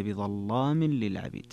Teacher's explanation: اللام هنا مغلظة وهي في أصلها أنها مرققة · Term: تغليظ اللام